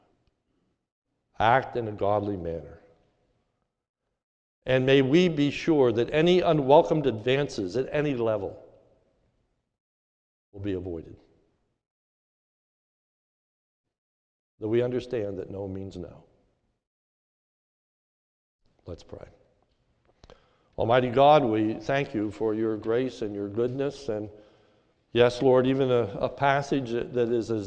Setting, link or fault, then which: setting, large echoing room